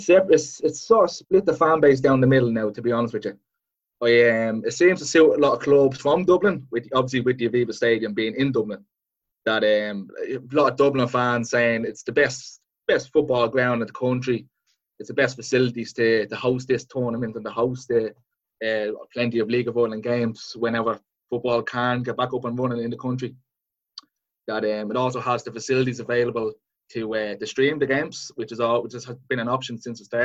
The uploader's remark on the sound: Zoom Chat